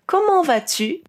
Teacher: esse tu é a mistura do U com I. Comment vas-tu?